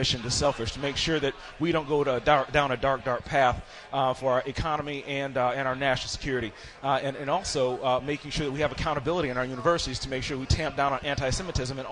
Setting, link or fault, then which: setting, busy venue